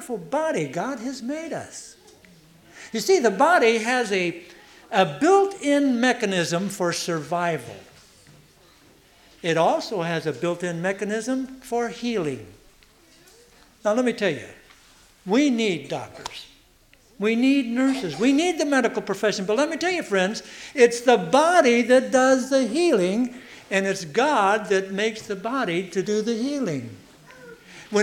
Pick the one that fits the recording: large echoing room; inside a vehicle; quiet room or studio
large echoing room